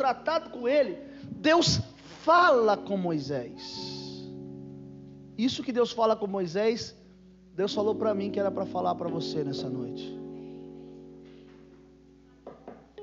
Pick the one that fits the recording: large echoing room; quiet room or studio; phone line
large echoing room